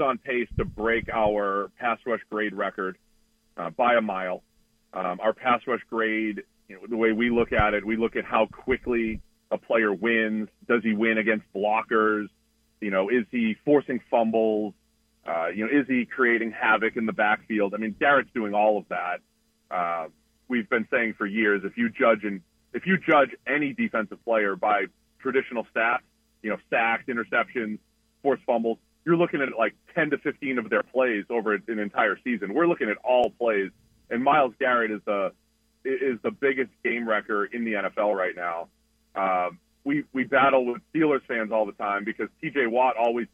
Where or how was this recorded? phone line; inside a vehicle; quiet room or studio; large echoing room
phone line